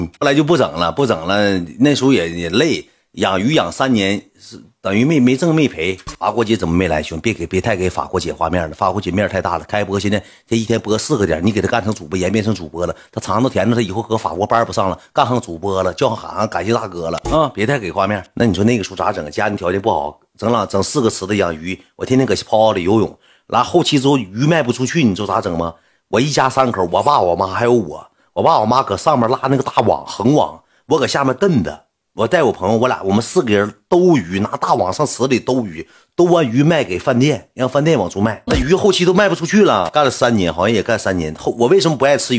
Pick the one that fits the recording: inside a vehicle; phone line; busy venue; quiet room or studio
quiet room or studio